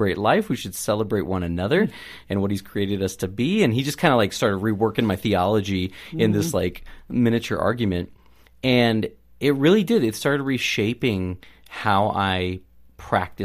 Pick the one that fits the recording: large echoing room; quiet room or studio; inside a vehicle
quiet room or studio